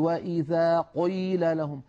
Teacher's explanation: والبعض بالعكس يا إخوة يبالغ في تفخيم القاف المكسورة فيقول وإذا قيل لهم، هذه مبالغة ممجوجة يعني تمجها الأسماع.